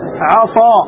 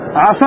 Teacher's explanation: تفخيم سين عسى كيف تصبح عصى · Shown in: first take